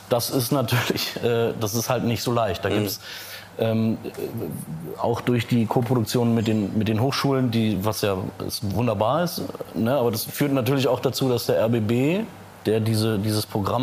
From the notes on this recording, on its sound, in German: Live vom Bildrausch Festival. Wir nehmen den Roundtable Live beim Bildrausch-Kurzfilmfestival.